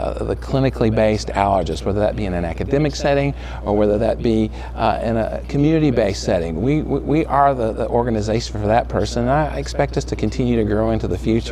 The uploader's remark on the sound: At the 2019 ACAAI Annual Meeting in Houston, Texas we interviewed the leaders of the College